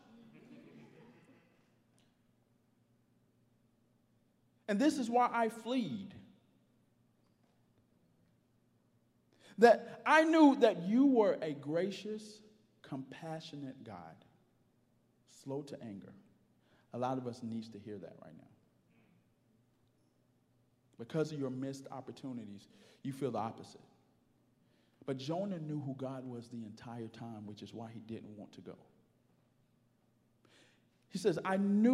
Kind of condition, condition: setting, large echoing room